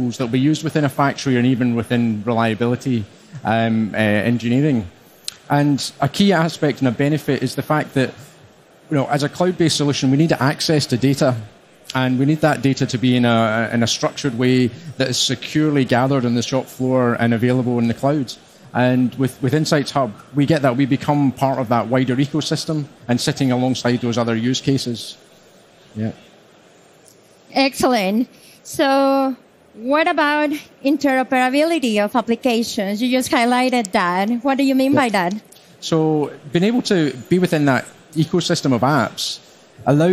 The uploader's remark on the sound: live session from SPS 2023